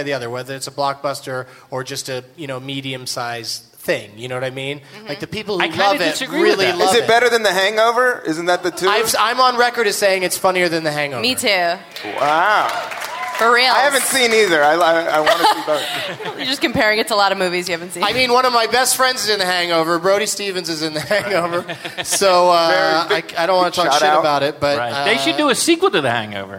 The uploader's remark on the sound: Recorded live at the Gramercy Theatre in New York City